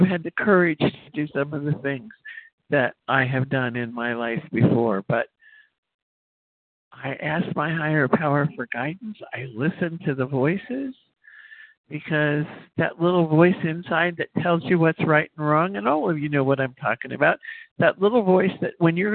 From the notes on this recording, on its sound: from the 100 Pounders Phone Meeting, 11/17/23.